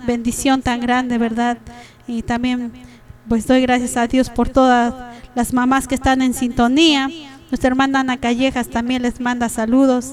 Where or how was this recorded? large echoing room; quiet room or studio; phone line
large echoing room